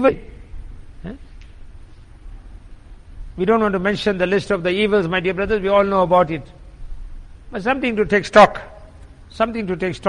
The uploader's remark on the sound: Jumuah lecture at Masjid e Quwwatul Islam.